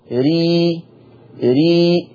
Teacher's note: الراء المرققة ري ري، حسوا بمؤخرة اللسان نزلت